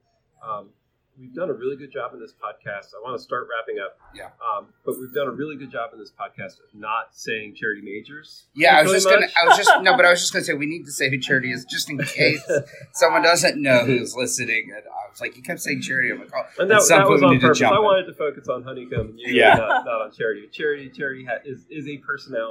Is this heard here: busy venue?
yes